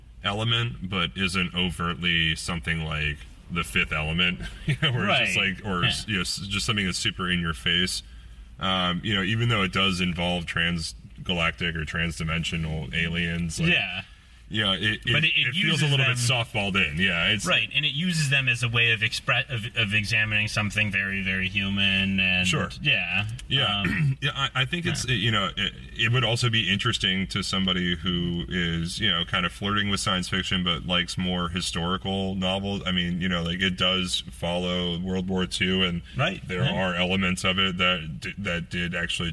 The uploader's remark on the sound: before the Firkin Tavern comedy open mic in SE Portland!